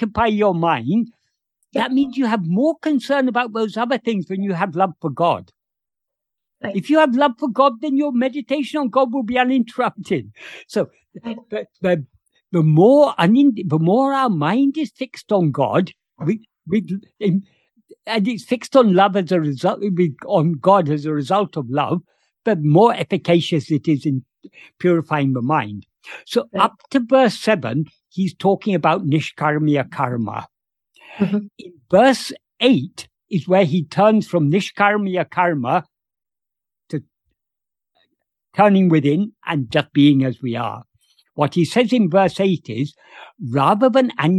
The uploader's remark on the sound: In a Zoom meeting on 21st December 2022.